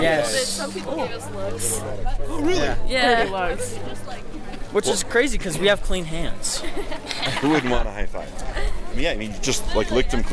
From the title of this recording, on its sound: Live from Elevate